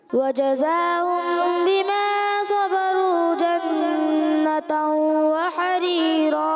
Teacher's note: وجزاهم کا غنہ تھوڑا کمزور رہا